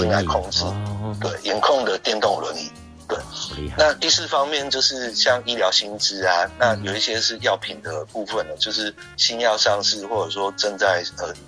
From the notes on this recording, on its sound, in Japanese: 電話訪問